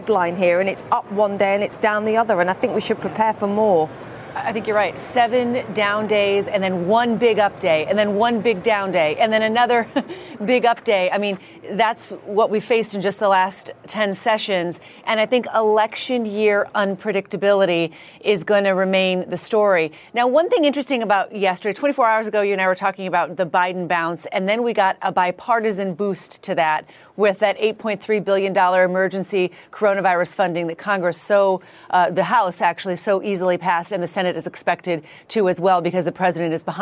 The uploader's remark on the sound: live from The New York Stock Exchange